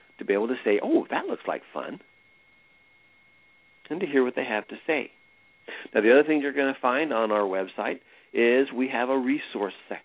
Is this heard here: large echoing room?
no